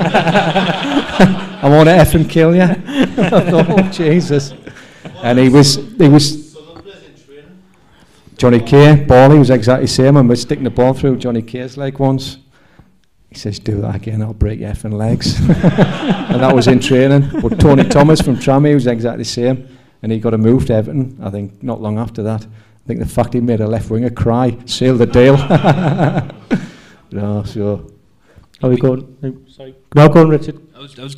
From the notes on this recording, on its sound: Live at The Isis. This is the first live podcast we've done. We recorded in front of a live audience at the Isis, Sunderland. There may be a few pops and squeals in the wrong place, but it was live after all.